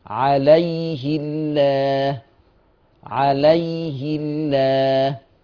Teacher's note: كلمة عليه الله برضو قرأت لورش بكسر الهاء، ويترتب على كسر الهاء ترقيق لفظ الجلالة